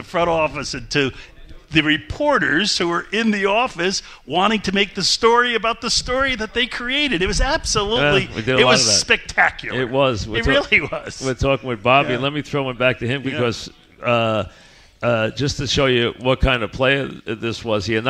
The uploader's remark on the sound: Live at the Paley Center. Live on set.